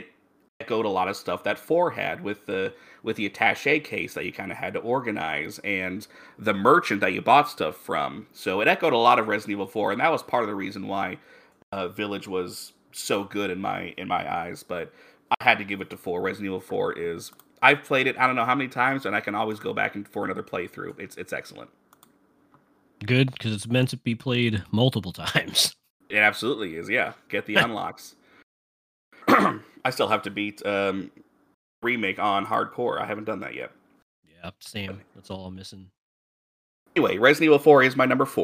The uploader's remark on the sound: We recorded this through Discord since we are in different states so if there are any slight pauses or audio cuts, that's probably why.